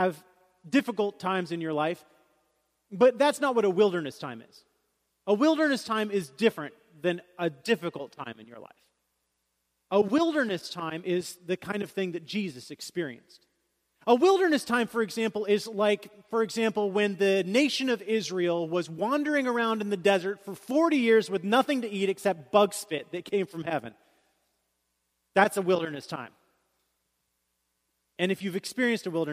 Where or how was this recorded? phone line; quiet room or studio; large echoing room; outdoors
large echoing room